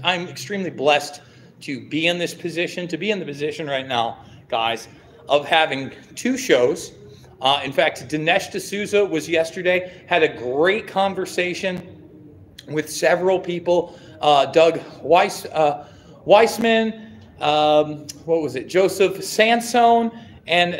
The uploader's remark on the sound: LIVE From Caged Aggression Bad Blood